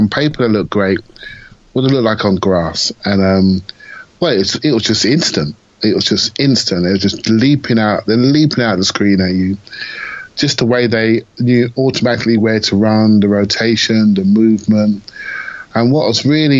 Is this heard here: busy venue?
no